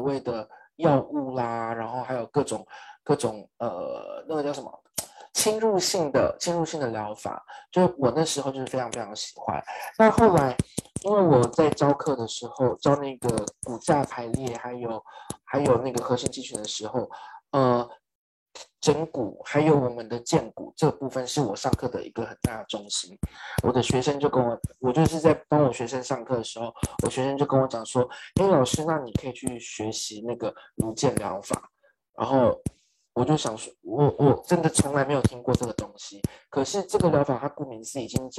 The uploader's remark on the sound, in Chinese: 因為這次是用zoom做挪威與台灣的線上對談, 所以會一直到檢查錄音檔時才抓出有麥克風不斷碰撞衣服的聲音